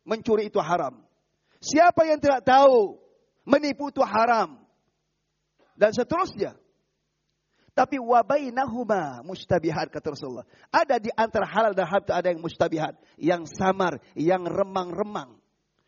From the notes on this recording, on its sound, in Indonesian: Rekaman Audio Khutbah Jum'at. Dilarang memotong rekaman audio ataupun video kajian di masjid Mu'adz bin Jabal, tanpa seijin dari admin.